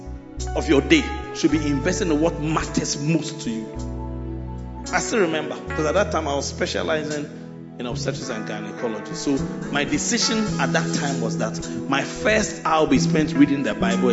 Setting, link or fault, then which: setting, large echoing room